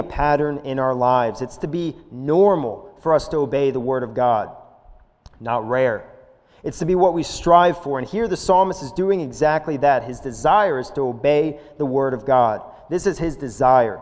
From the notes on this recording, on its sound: This is a sermon recorded live at the Lebanon Bible Church in Lebanon, PA on 05/02/2021 during the evening service